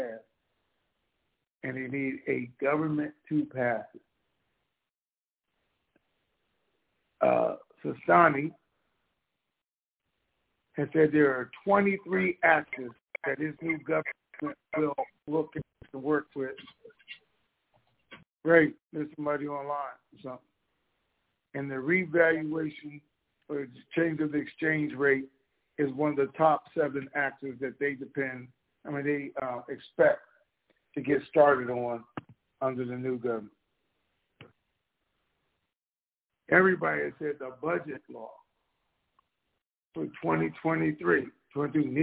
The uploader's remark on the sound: TNTSuperfantastic Conference Call